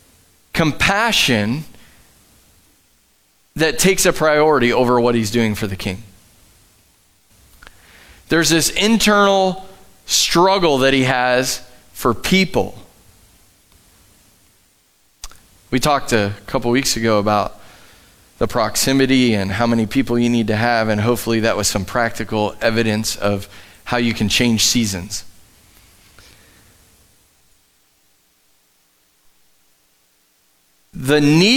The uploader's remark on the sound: Live from The Summit Church in Dover, OH